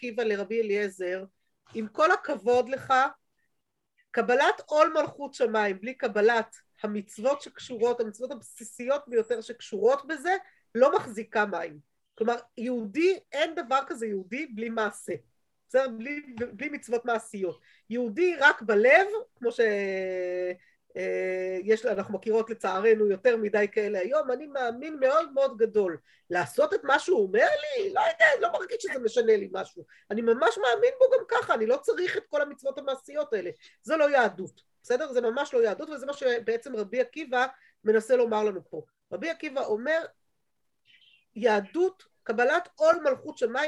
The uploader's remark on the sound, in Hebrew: השיעור הועבר והוקלט בזום